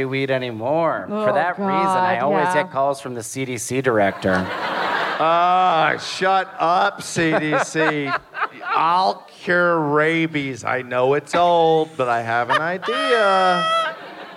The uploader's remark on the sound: Live from Atlanta. Live podcast in Atlanta!